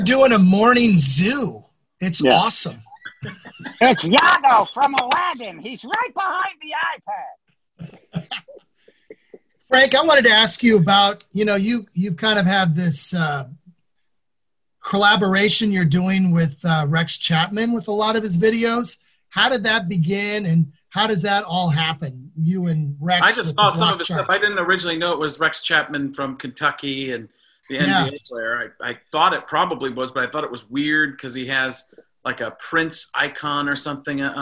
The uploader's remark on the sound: From Our Covid Bunkers. Dial up another Zoom meeting.